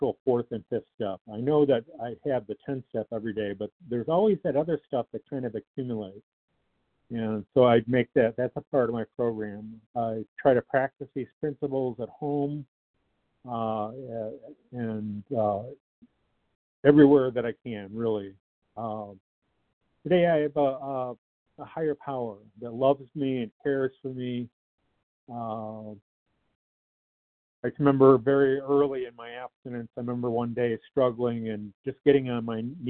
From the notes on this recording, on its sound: 100 Pounders Phone Meeting